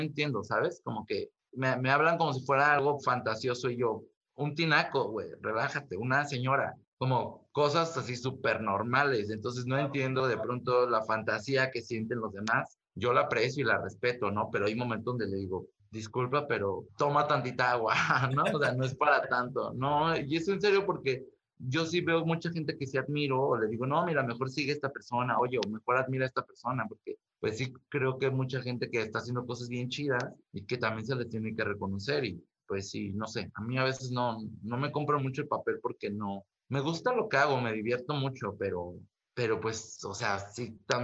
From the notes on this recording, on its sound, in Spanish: entrevisto vía zoom